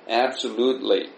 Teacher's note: Absolutely みたいにほとんど T っていうのが聞こえない言い方をする人もあるでしょう